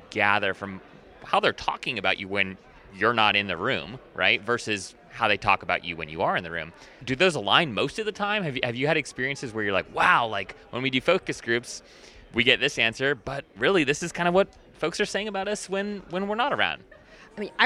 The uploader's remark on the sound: This episode was live recorded at the 2023 AMA Symposium for the Marketing of Higher Education.